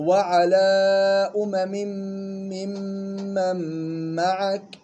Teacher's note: مش وعلى أمم ممن معك، بتقول الأولى طولتها، إذن يجب المساواة، يجب المساواة وتخليص كل غنة من أختها